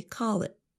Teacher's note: we don't really pronounce the letter T at the end of the phrase. Instead of saying call it, we say call it with a held T.